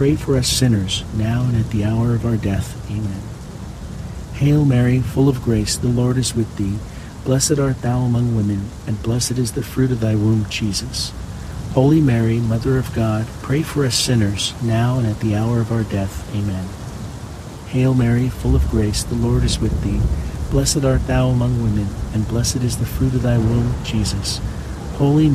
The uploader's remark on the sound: HEAVY RAIN. The natural ambient sounds of heavy pouring rain with crackling thunder and lightning will fill your senses with calm and wash away distractions alongside this Tuesday rosary.